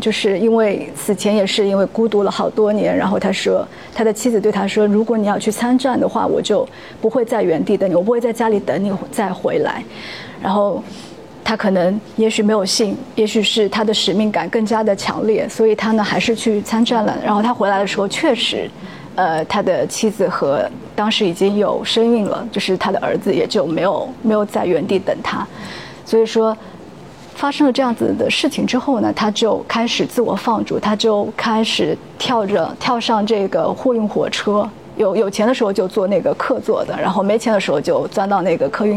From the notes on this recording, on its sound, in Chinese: 由于分享会现场录制，本期节目部份段落音质欠佳